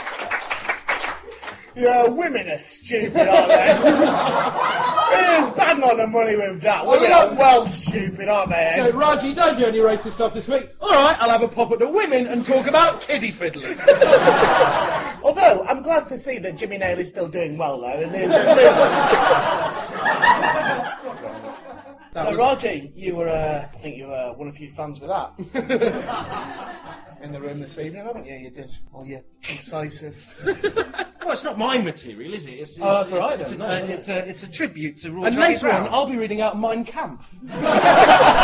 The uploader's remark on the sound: Live Episode 5